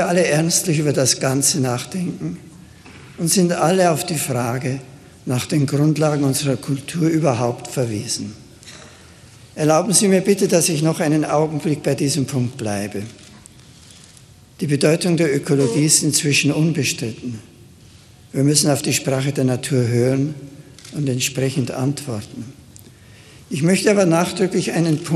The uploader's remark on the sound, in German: Mitschnitt des Rede vom 22.9.2011 im deutschen Bundestag.